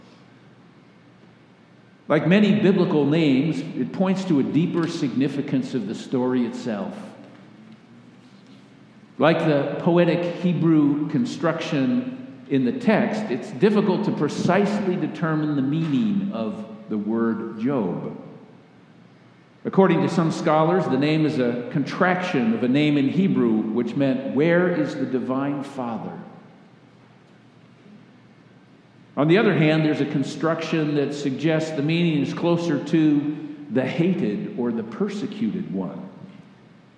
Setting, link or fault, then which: setting, large echoing room